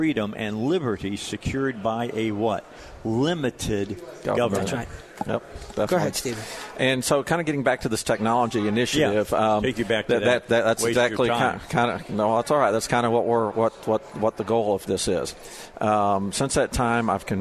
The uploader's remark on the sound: Live at the State Capitol for Filing Day